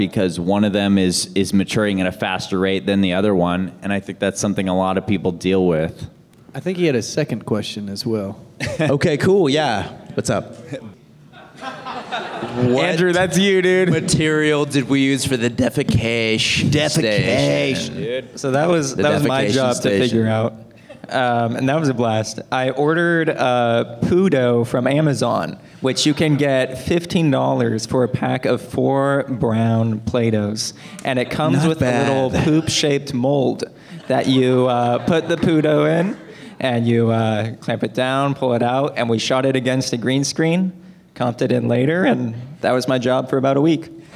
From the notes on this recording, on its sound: the Q&A Panel from the Space Waves World Premiere